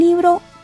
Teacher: La sílaba que suena más fuerte es li. Si estuviera en bro, sonaría libro. · Term: sílaba tónica